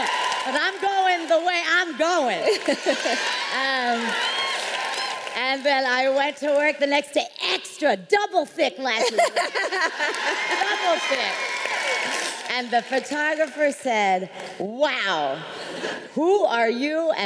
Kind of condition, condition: setting, live audience